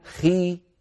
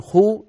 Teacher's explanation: نجد بأن قولنا خي كمية الهواء التي تشغل الحيز الفموي أقل من الكمية التي كانت في قولنا خو